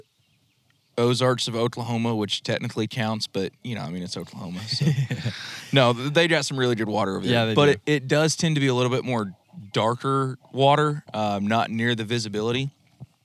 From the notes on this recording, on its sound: We hit the water and sat riverside